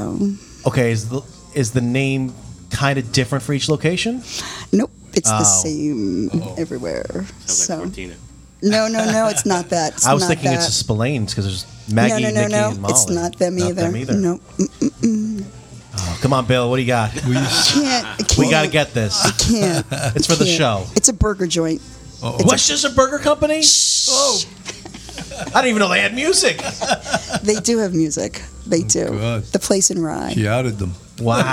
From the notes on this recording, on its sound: This episode was recorded at the iconic Pete's Saloon and Restaurant in Elmsford, New York. We sat down for drinks and dinner (and the best fried calamari in Westchester!).